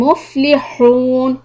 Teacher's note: This big ha is from the middle part of your throat.